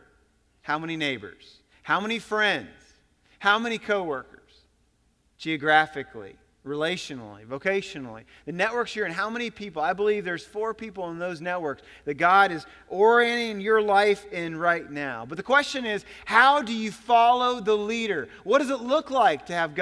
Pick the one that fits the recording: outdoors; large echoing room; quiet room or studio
large echoing room